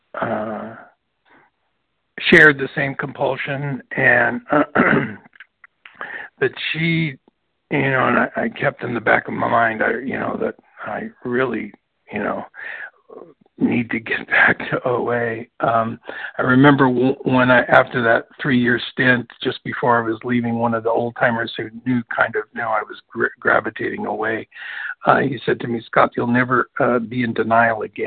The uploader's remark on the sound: from the 100 Pounders Phone Meeting, 12/9/23.